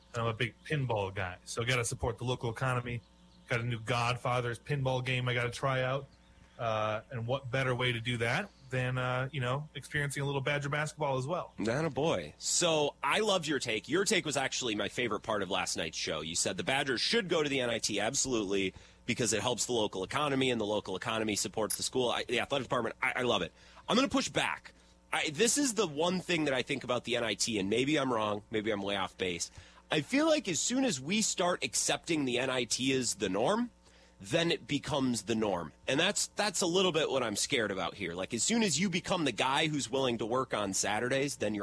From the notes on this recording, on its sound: Live at Brewers Spring Training. Callers jump in to talk Rodgers and Brewers.